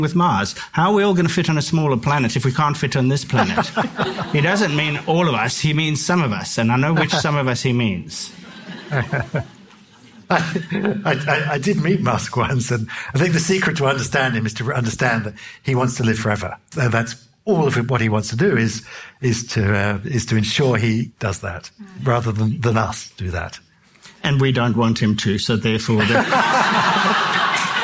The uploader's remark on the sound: This is the second episode of a five-part season which showcases recent events from the Sydney Opera House, and was recorded live in October 2023.